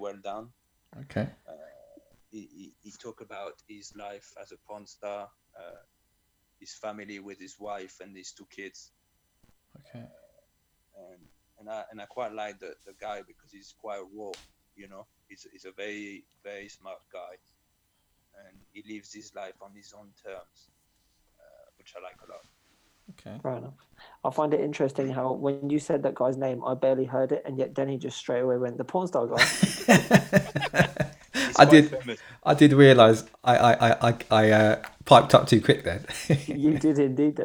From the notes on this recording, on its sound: We are practicing social distancing and recording this podcast remotely - please accept our apologies for the occasional dips in sound quality.